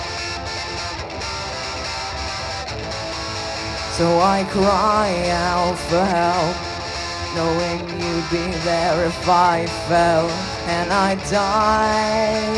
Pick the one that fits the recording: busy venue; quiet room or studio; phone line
busy venue